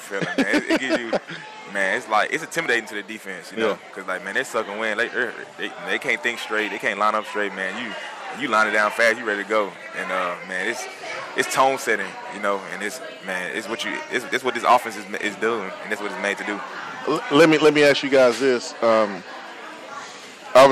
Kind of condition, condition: setting, busy venue